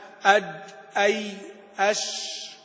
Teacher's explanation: والجيم والشين والياء من وسط اللسان